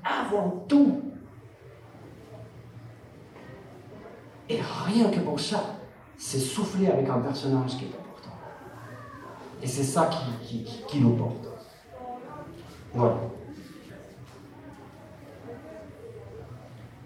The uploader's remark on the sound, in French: Seconde conférence enregistrée lors de POPCON 2020.